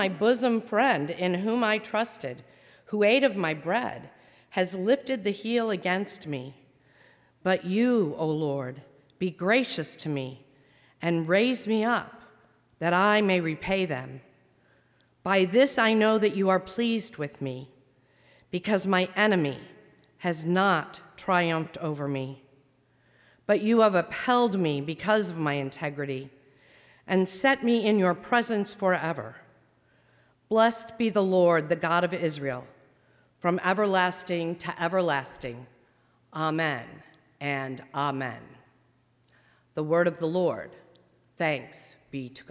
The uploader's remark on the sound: during the 10:30 AM service on Sunday March 22, 2020, at First Presbyterian Church of Arlington Heights, Illinois